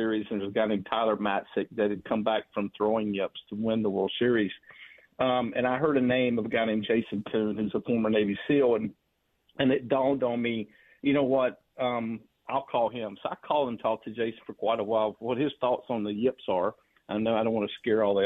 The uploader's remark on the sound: calls in Live from the BMW Championship